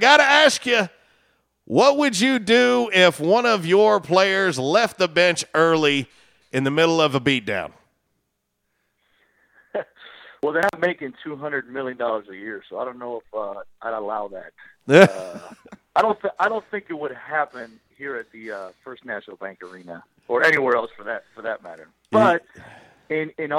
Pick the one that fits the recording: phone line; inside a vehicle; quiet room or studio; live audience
phone line